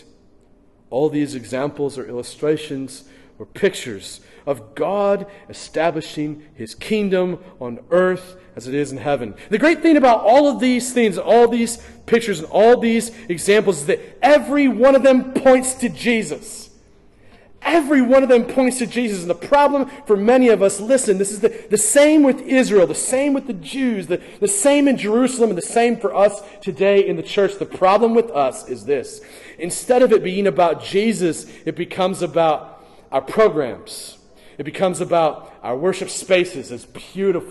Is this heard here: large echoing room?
yes